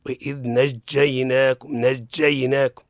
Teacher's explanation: تسمع شوية تعطيش، معناها التصاق جزئي للسان بالحيز المولد له لذاته، ينتج التصاق نوعا ما ينتج عنه يعني التعطيش، معناه هذه صفة الشد، صفة الشد.